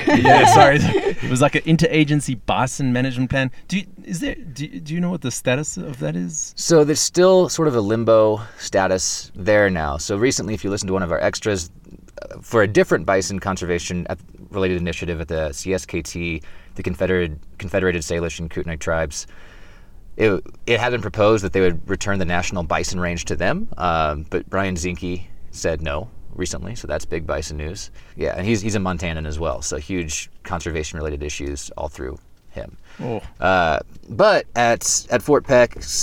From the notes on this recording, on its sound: On the Lions Lair Spur Trail Head in Boulder Colorado with the intention of interviewing him out in nature but it was so windy that we ended up having a sauna-like and somewhat noisy interview in the car!